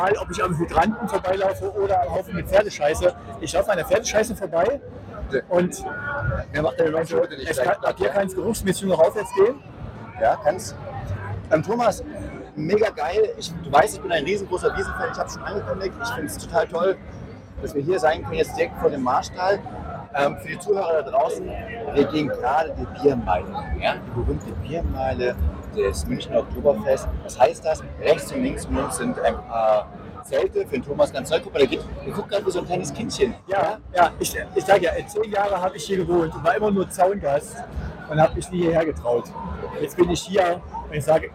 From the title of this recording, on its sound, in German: Demotape 80s-Vintage-Soundqualität